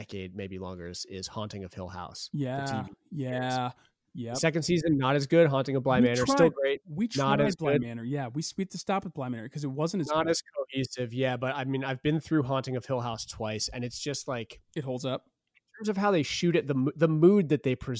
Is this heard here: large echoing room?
no